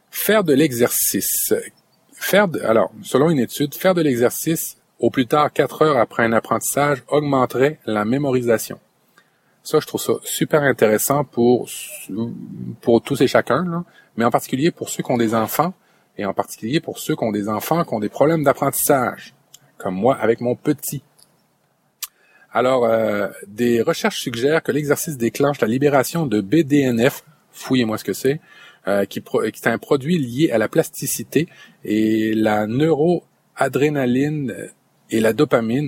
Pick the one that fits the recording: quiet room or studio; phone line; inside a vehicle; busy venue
inside a vehicle